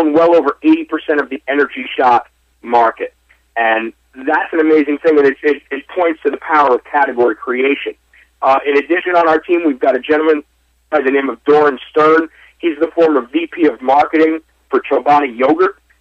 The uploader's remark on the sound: called in to SmallCapVoice